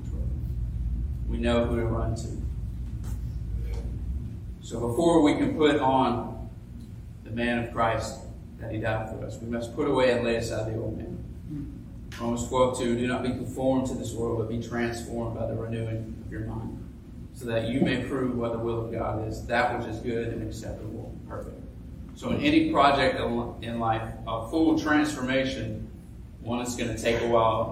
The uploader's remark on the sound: Preached this sermon at graduation Sunday at his Church! This week's podcast is a sermon podcast.